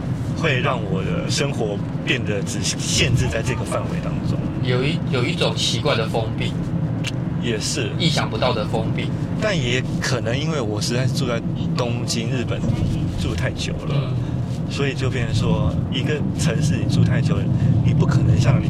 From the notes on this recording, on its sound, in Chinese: 一段從九份開車到台北的夜路上，在一個移動的空間裡。因車上錄音略有雜音，敬請多多包涵。